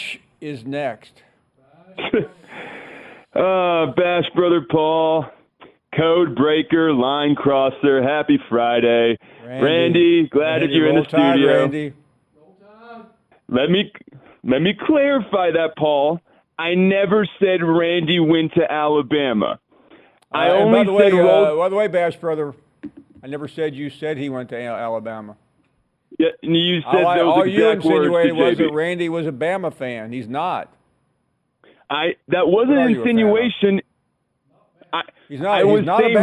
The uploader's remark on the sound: taking your phone calls